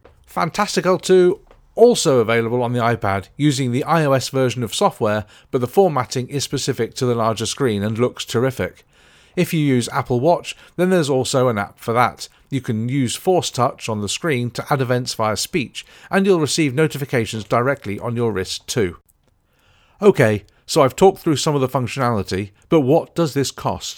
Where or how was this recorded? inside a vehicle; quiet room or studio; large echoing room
quiet room or studio